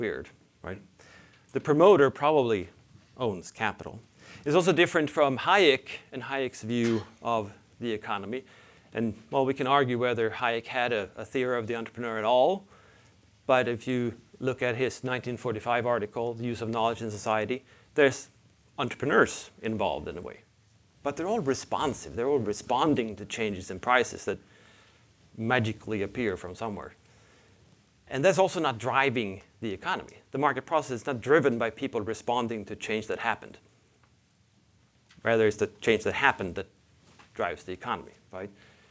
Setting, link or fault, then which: setting, large echoing room